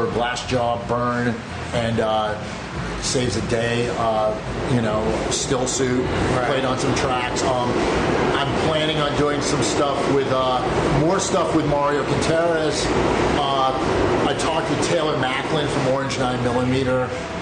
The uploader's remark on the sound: Recorded Live from Bushwick, Brooklyn at Physical Culture Collective. There is definitely some Brooklyn ambience with some sirens and passing subway trains in the background.